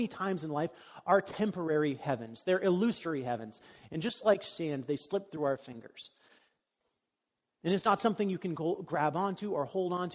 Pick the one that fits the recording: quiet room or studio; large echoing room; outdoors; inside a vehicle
large echoing room